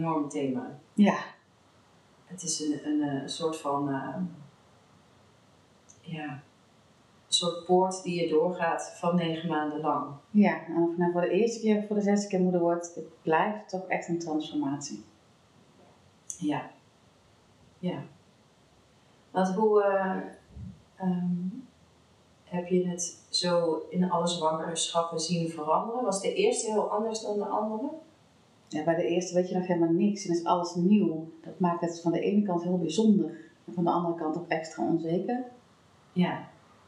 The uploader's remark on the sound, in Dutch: Door een misser in de opname is de geluidskwaliteit niet geweldig. We hebben ons best gedaan om de kwaliteit beter te krijgen, maar dit is maar ten dele gelukt.